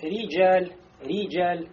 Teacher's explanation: Мурокка, значит, не говорим ры, а говорим ри.